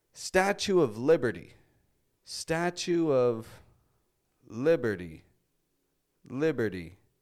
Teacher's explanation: Not pronouncing a strong T. It's real soft, real quick.